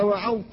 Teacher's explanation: إظهار الضاء أيضا قبل التاء في وعظت